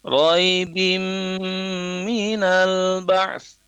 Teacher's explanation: Ba kasrah tanwin menghadapi huruf mim tasdid, ya, di situ sehingga ditahan sebentar.